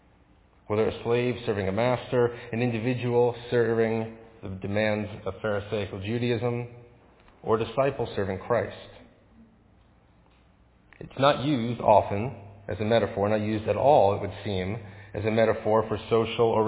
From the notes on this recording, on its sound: Faith Presbyterian Church – Evening Service